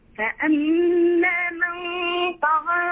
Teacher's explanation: أعطي الغنة مع تفخيم الطاء حقها